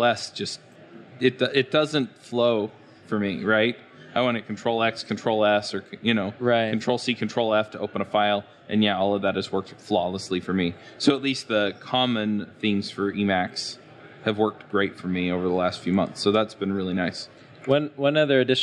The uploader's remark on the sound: This episode is live at the Microsoft Build 2017